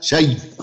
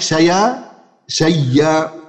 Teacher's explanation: وله وجه ثاني إبدال الهمزة ياء وأول مثل وجنس إن سكن أدغم، فيدغم الياء الأولى في الياء الثانية فتصير ياء مشددة